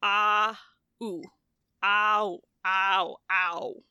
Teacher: that sound ow is your mouth moving from the ah sound, which is like kind of toward the bottom and front of the vowel shopping cart, to the ooh sound that is much closer to the top and back of the vowel cart